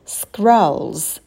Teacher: Scrolls на звуке «к» не будет придыхания, потому что он идет после «с». И у нас в этом слове дифтонг «о».